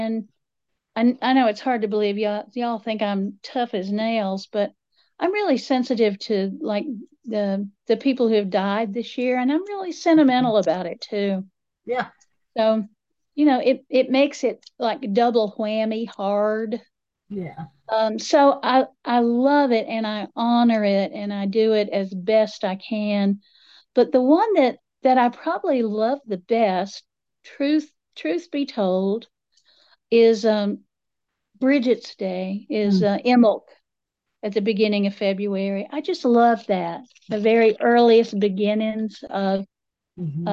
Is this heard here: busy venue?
no